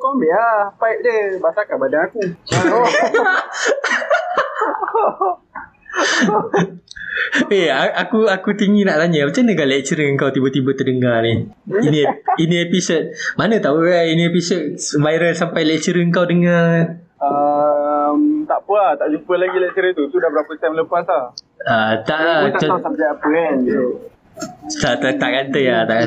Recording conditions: poor sound quality